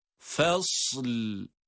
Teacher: Sad harfi cezimle okunduktan sonra hemen lam harfini de cezimli olarak onun arkasına bitiştiriyoruz. Arada bir boşluk yok.